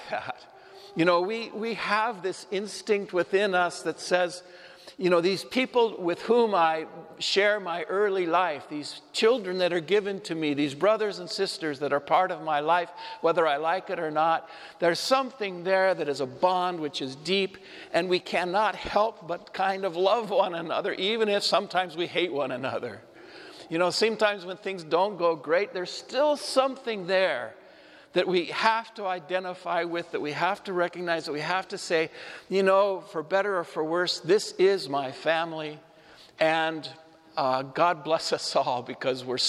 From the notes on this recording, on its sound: Homily delivered at Saint Joseph Church, Spokane, WA, June 12, 2022